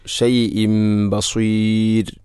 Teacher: ബികുല്ലി ഷൈഇം ബസീർ, അവിടെ ഷൈഇൻ എന്ന തൻവീനു ശേഷം ബ വന്നാൽ ഇഖ്ലാബ് എന്നതാണ്. തൻവീനിനെ മീമാക്കി മാറ്റുന്നു